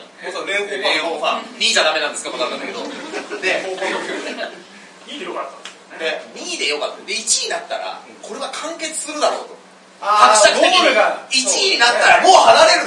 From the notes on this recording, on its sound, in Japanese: 公開収録ライブ